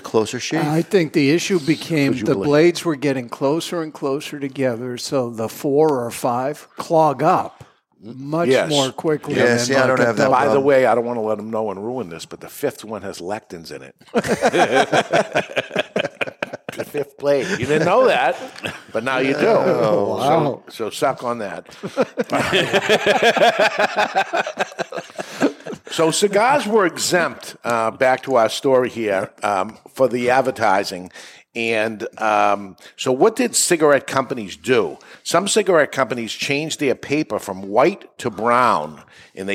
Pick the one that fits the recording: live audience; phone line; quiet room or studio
live audience